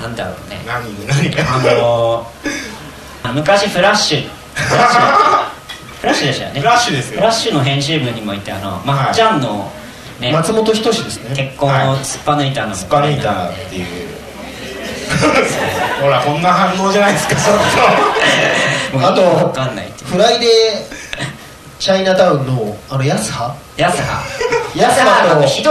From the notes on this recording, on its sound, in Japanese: 公開収録の模様